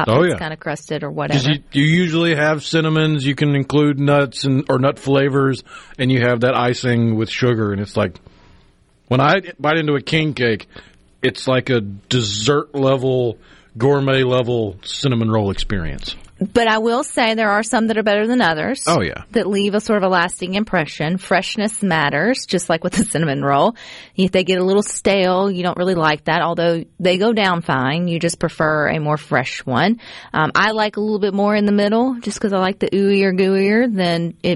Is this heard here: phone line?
yes